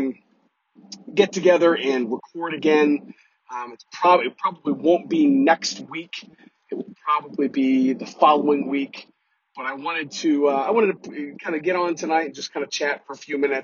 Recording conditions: poor sound quality